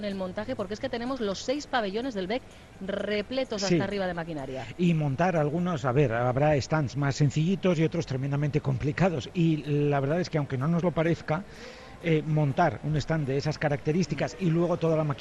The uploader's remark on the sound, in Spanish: Hoy ha abierto sus puertas en el BEC de Barakaldo la XXX edición de la Bienal de Máquina Herramienta y Euskadi Hoy Magazine lo ha vivido en directo con la compañía de algunas de nuestras empresas allí presentes.